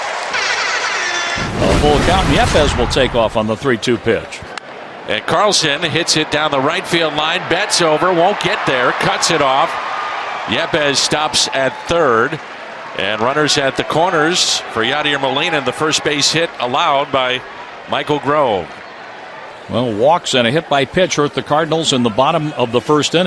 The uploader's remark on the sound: POSTGAME REPORT Live at 1:15pm pst from #dodgerstadium